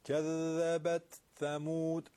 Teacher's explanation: حرف ذال نوک زبونی رو میبینید که این چطور در تشدید صداش قطع نمیشه و الا شبیه دال خواهد شد.